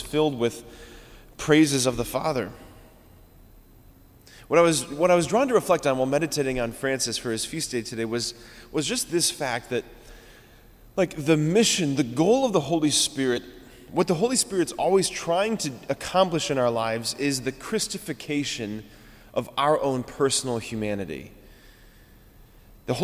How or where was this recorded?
large echoing room